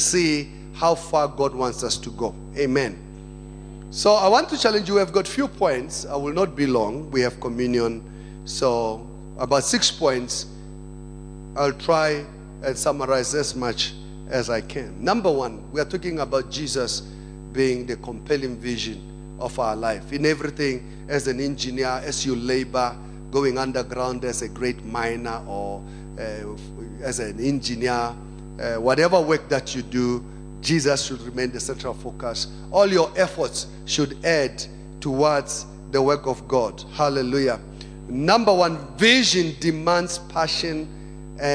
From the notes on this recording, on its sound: Second Service. Preached at Emmanuel Christian Church, Arcadia Campus.